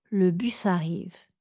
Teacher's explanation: Dans une phrase, on va enchaîner ce son S avec la voyelle suivante. · Term: enchaînement